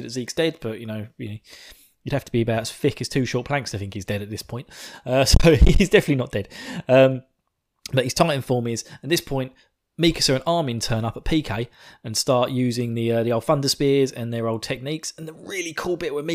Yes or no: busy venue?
no